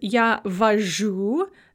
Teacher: And возить becomes я вожу. The z becomes a zh, and then we have a husher.